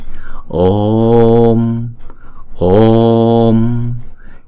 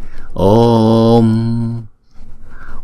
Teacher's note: Chữ ô là diphthong cho nên chúng ta sẽ đọc hai nhịp trước khi chúng ta đóng chữ ô đó lại.